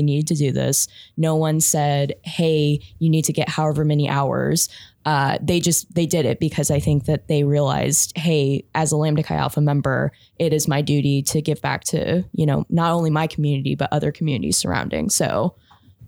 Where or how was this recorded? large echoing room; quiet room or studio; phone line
quiet room or studio